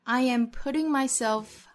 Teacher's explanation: 做连读，中间有小小的 y 的音来连贯